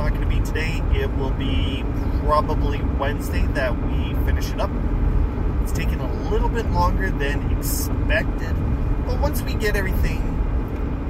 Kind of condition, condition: fault, background noise